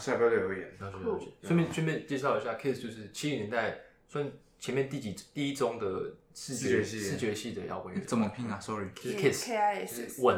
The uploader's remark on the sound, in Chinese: 為了上傳上來，也是犧牲了音質，還請多見諒，不然原檔真的大到不符合上傳標準。也是歹丸童乩的第一個Live Podcast。